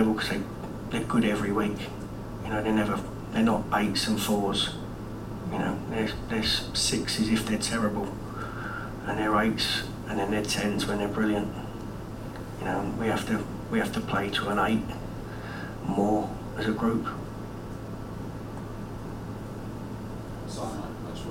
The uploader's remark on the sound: PRESS CONFERENCE